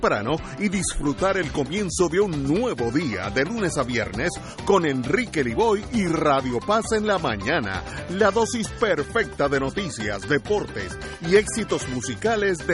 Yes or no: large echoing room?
no